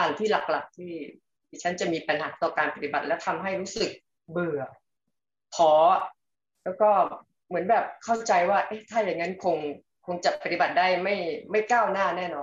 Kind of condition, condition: link, video call